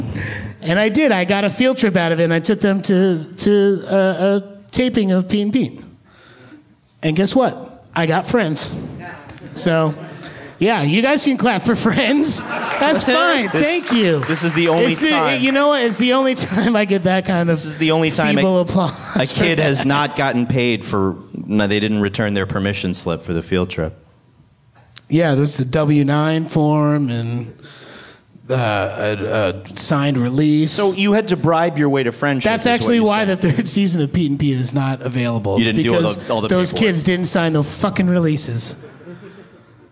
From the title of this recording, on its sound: LIVE at Starburns Castle